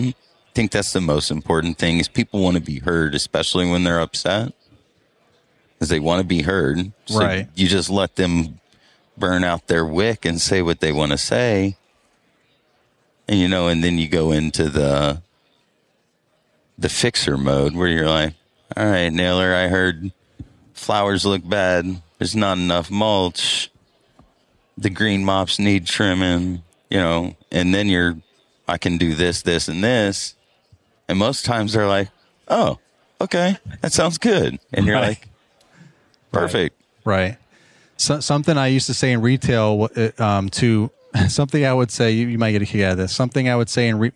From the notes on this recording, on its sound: LIVE from Pod-Row at Synkd LIVE 2024 in Atlanta.